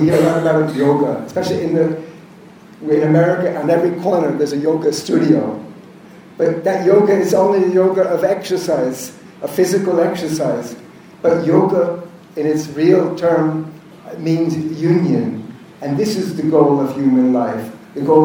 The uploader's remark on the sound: This is a recording of a lecture. At the Renaissance Universal Club in Bhubaneshvar, India.